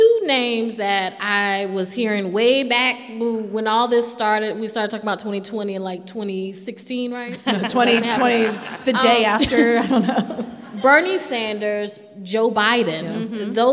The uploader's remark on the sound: This is a special episode, recorded in front of a live audience at the Harris Theater in Chicago, IL.